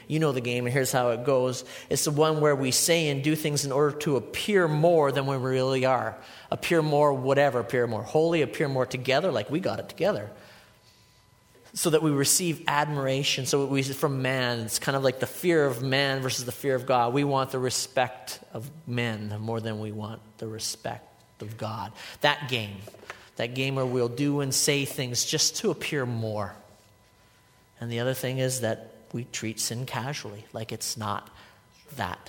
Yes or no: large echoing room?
yes